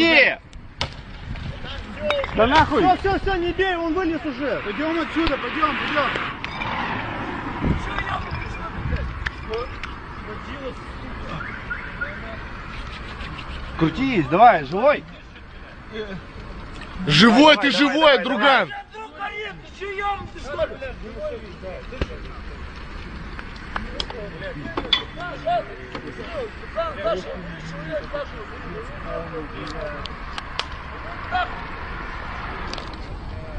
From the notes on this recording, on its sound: Burned out in the car.